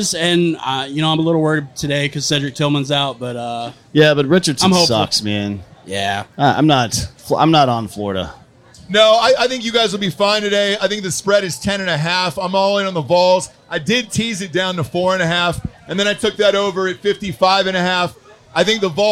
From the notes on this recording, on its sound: Tailgate the Tennessee-Florida game with the Volunteer faithful outside Calhouns by The Vol Navy.